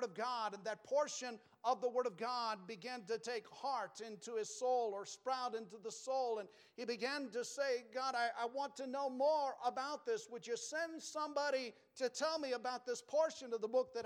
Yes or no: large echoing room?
yes